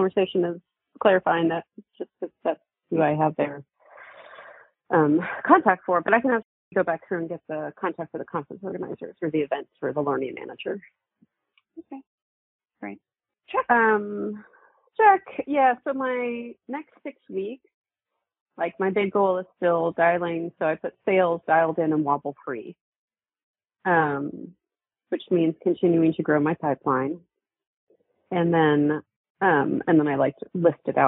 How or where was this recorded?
phone line